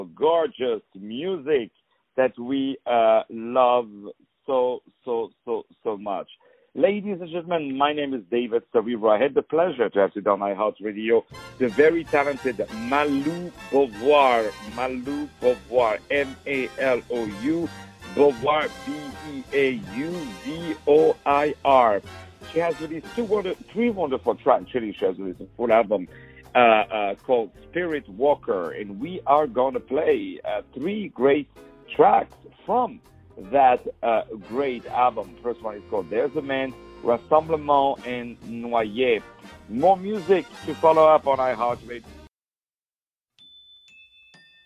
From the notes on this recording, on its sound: On the phone